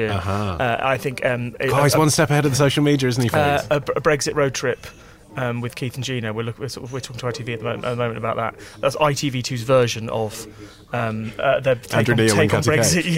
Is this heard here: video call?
no